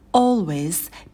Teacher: Первый звук долгий о, такая звуковая волна, потом темный л и ways. Ways в конце звонкий звук з, не оглушайте его.